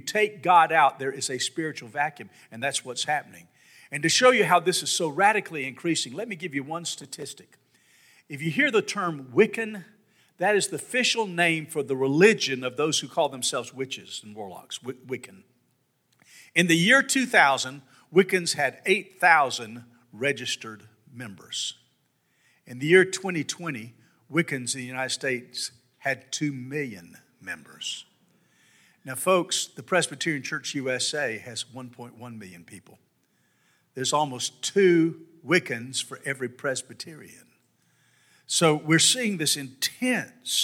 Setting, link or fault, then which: setting, large echoing room